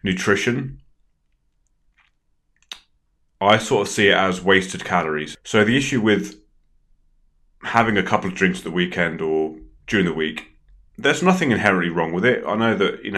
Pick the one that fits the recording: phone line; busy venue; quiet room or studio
quiet room or studio